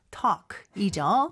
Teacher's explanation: 여기서도 L 발음 하나요, 안 하나요? 안 합니다.